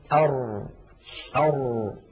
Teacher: وما قيل عن اللام يقال عن الراء، جربوا هكذا أر تجد بأن الصوت لم يجري جريان أش أو أس ولكنه لم ينحبس انحباس أق أو أب